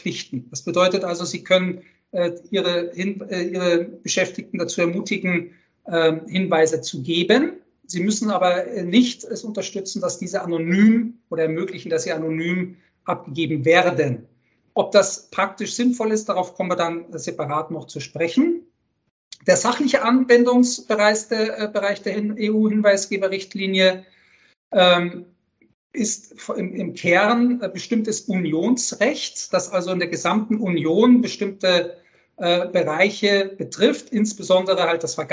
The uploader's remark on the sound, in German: Live Podcastaufnahme von dem Webinar